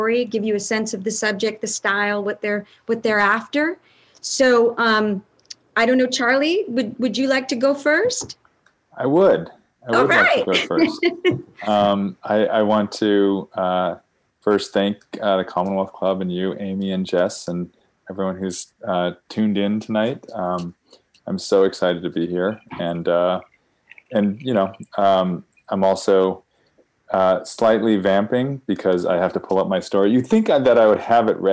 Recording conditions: video call